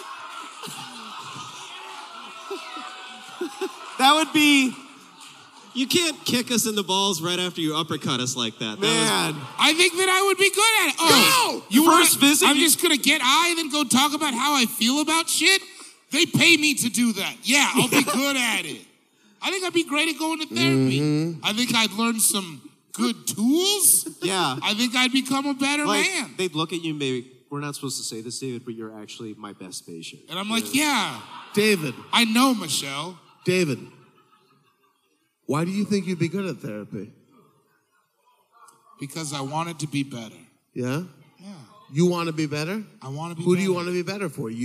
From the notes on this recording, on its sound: ITS ALL THE WAY LIVE IN SAN FRANCISCO! This was recorded live at The Great American Musical Hall in San Francisco.